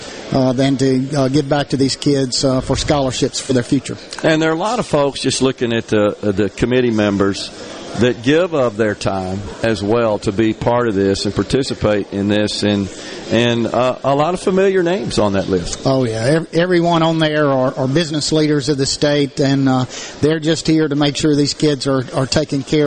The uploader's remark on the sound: LIVE from the Mississippi Trademart for the Dixie National Sale of Junior Champions